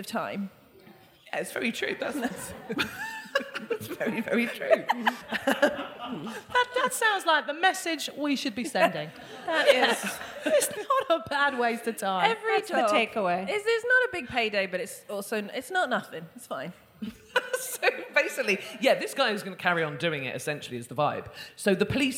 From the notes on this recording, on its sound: Joined the ladies on stage during their final residency show of 2023. A member of the live audience shared.